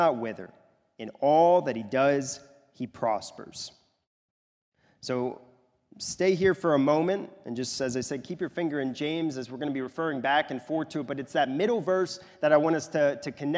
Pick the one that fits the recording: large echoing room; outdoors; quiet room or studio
large echoing room